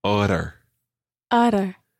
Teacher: When you make that double T sound, you flick your tongue behind your teeth or up above your teeth. It's actually called the hard palate, below the hard palate on the alveolar ridge of your mouth.